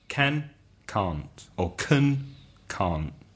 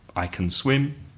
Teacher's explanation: And the negative can't, the vowel sound is longer · Shown in: first take